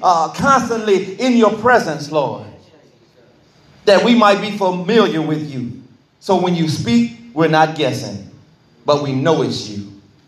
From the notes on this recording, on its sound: This bible study was recorded in the sanctuary of True Vine Missionary Baptist Church.